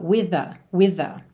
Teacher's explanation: TH no final de with, TH no começo de the, juntamos num TH só